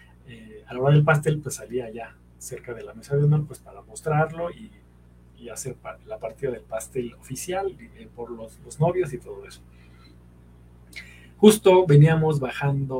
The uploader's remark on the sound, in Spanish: La transmisión en vivo salió mal